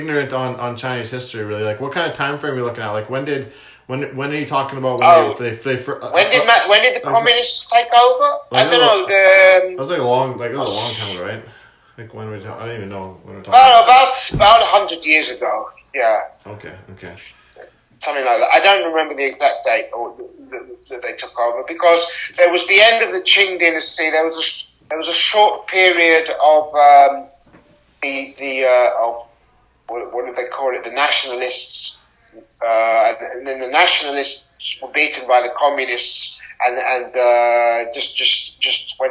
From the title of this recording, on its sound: not great sound quality